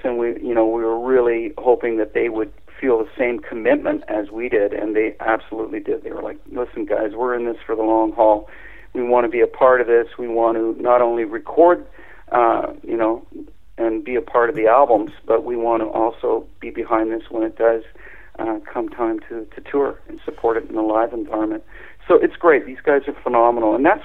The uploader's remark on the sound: called